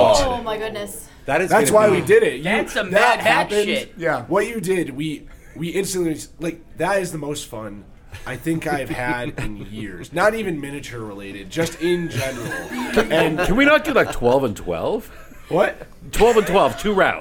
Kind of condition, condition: setting, busy venue